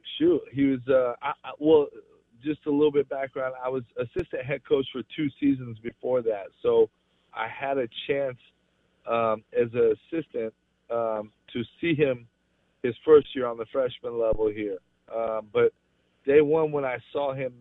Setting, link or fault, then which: link, phone line